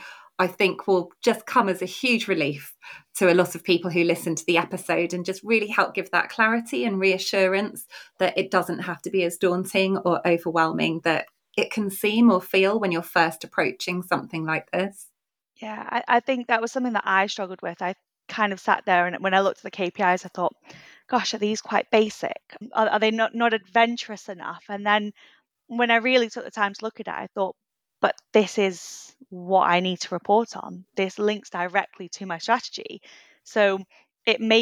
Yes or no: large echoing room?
no